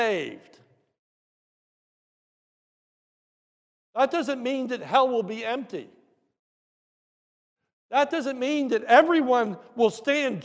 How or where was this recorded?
large echoing room